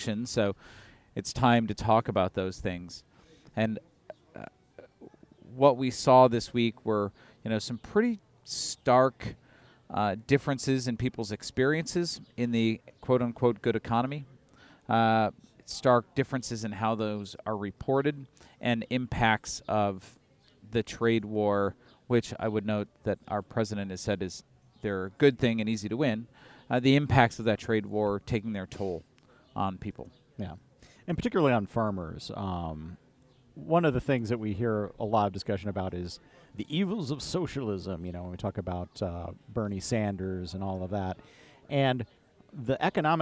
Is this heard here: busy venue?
yes